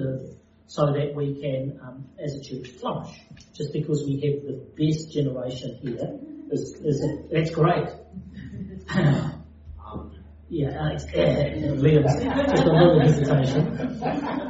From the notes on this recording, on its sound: Due to technical difficulties the sound quality is not as clear as the other podcasts on this channel.